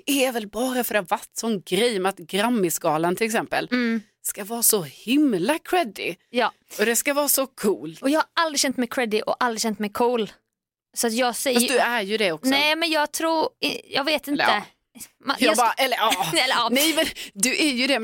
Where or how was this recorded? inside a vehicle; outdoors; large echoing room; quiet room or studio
quiet room or studio